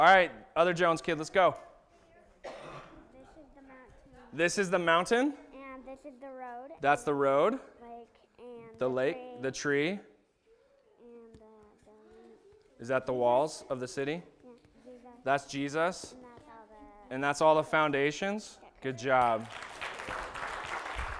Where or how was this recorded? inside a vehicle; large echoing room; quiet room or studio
large echoing room